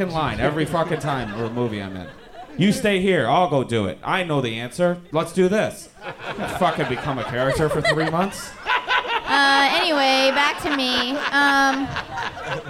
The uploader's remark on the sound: Live from the Punch Line in Sacramento. Closes out the "T8te Crazy Nights" tour.